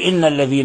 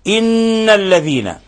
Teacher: إن حرف غنة مشدد، يعني لابد أن نكز عليه ونبدي فيه غنة مقدارها حركتين · Shown in: second take · فنقول إن، ولا نقول إن الذين هكذا بالتخفيف، وإنما نقول إن الذين.